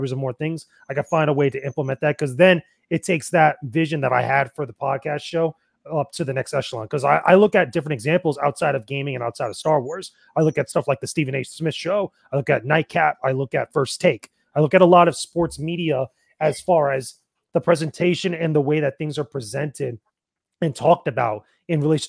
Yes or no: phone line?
no